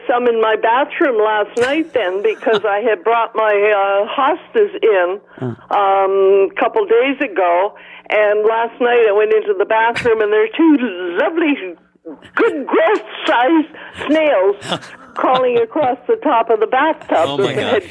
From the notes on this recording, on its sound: Back In The Studio. Familiar callers phone.